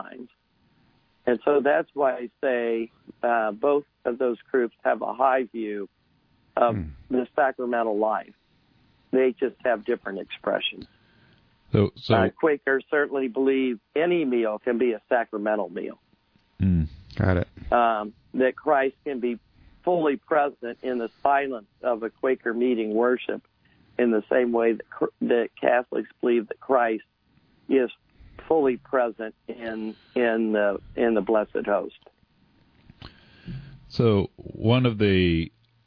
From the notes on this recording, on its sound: we speak by telephone